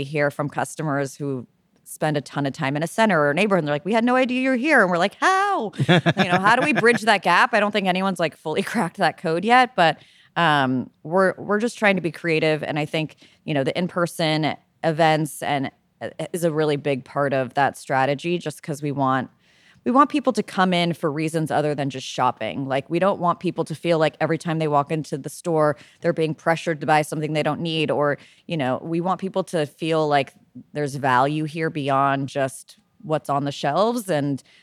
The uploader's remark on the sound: She spoke live at an event hosted at Parachute's new flagship store in Manhattan.